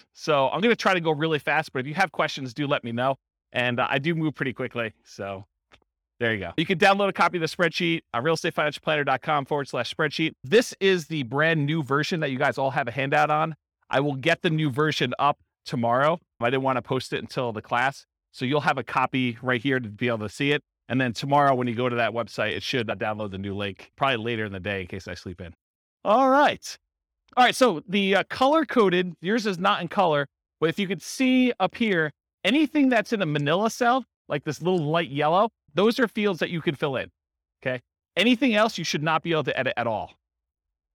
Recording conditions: live audience